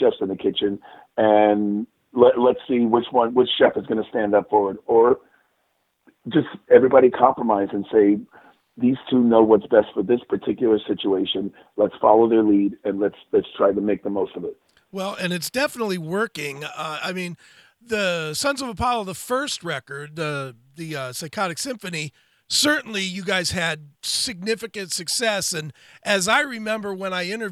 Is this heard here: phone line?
yes